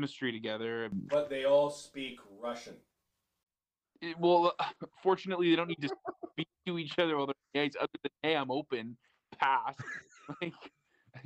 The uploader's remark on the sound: If you listen closely you may even hear us as we try and record a podcast from three different parts of BC! Sorry for the technical difficulties this week.